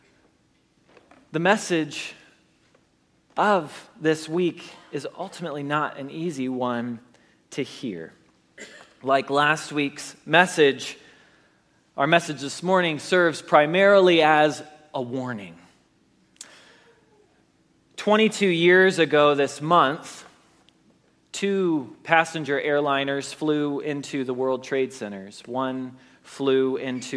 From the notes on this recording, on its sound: Message Preached at Valley Creek Church